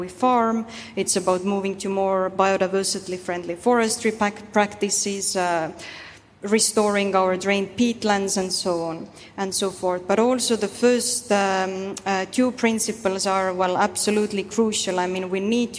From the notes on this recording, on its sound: Recorded at Summit 22 — the Foundation's flagship annual event. This is third in a series of podcast episodes recorded at Summit 22 — the Foundation's flagship annual event — which brought together business leaders, policymakers, innovators, and global changemakers.